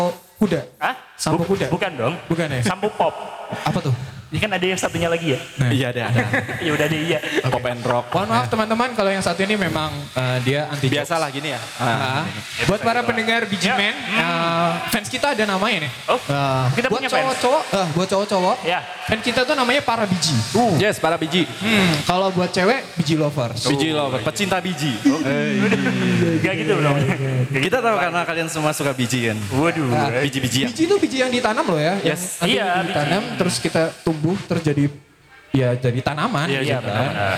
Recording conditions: busy venue